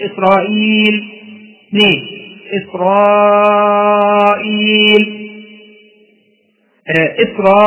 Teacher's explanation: لك فيها ثلاثة أوجه مع السكون المحض، يعني اثنان وأربعة وست، تقول إسرائيل اثنين، إسرائيل، إسرائيل، هكذا أربعة. · Term: بدل عارض للسكون